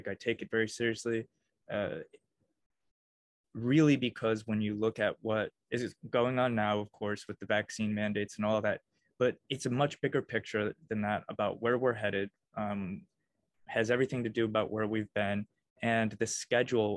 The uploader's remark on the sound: First sorry for the zoom format!